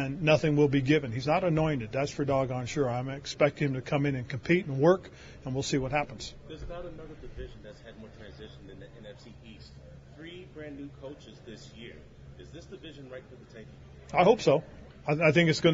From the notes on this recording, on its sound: held a press conference from the NFL Combine